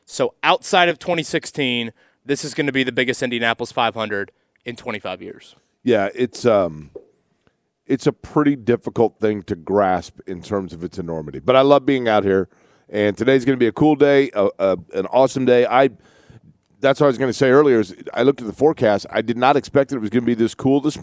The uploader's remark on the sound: We’re LIVE AT CARB DAY!